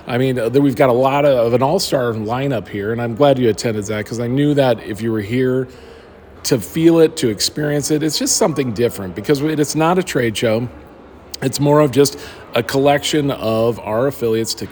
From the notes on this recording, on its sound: The Holidynamics Olympics is a 100% networking event, disguised as a weekend of games, drinks, eating, and overall FUN. Live from the event!